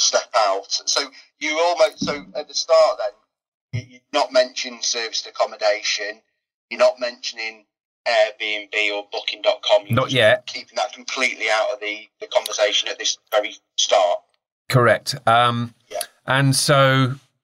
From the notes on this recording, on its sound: live mentoring call